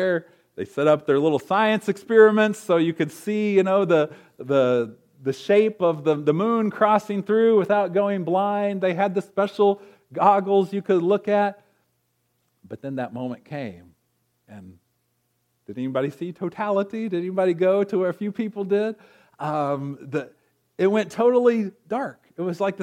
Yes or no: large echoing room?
yes